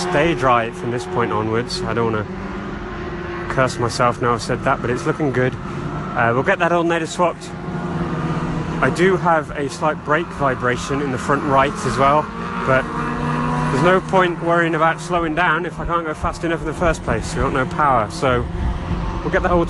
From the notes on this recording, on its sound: Live from trackside in an open test day at Rockingham Motor Speedway.